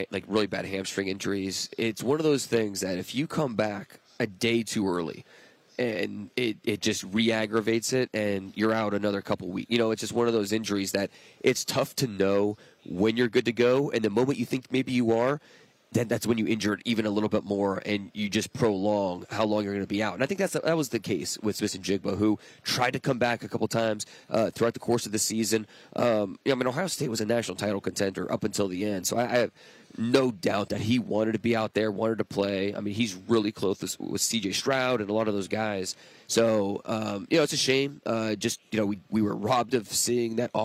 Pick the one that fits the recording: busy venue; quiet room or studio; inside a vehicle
busy venue